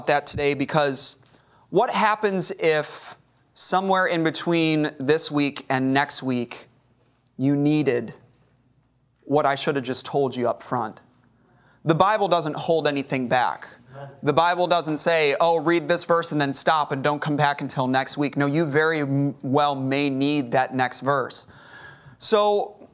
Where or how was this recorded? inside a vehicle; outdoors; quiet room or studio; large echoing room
large echoing room